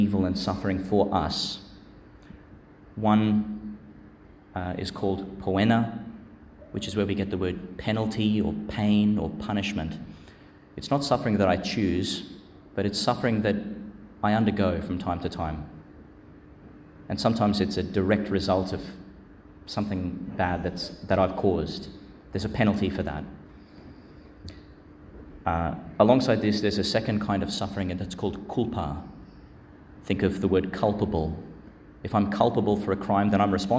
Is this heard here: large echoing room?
yes